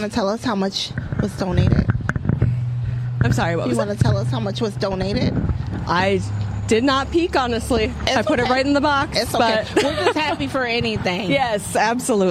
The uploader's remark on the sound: Mixed Culture on location at the Circle of Friends Animal Shelter Lock-In fundraiser. Who are going to be locked-in and in tents at their Adoption Center.